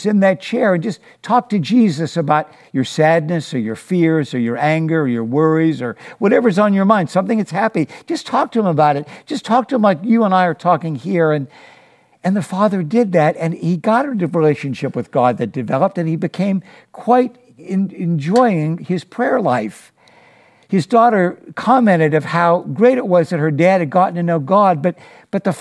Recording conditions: large echoing room